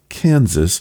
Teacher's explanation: Kansas chose to follow the standard English pronunciation marked by the hard A sound in can and vocalizing the final S